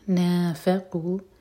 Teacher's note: نا کی سٹریچ کے بعد فا پر زور